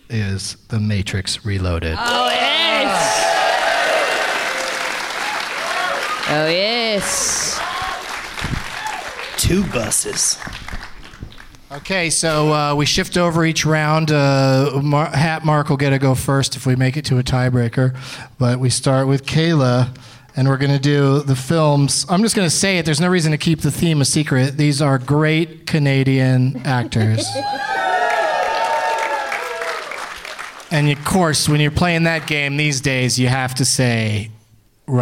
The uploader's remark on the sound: Live from the Royal Cinema in Toronto